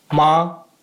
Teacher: The first tone is high, flat, and long.